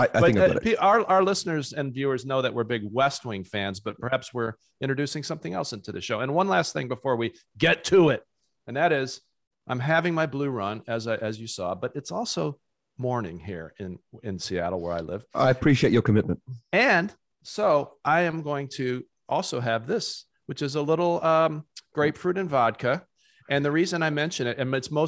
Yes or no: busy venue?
no